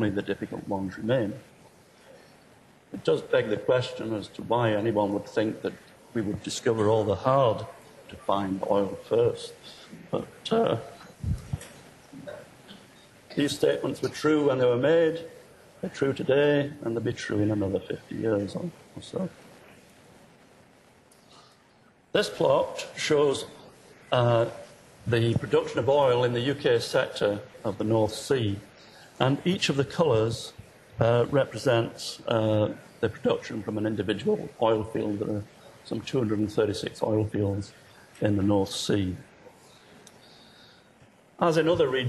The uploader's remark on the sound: Inaugural IFE Grand Challenge Lecture, recorded 8 March 2013 at QUT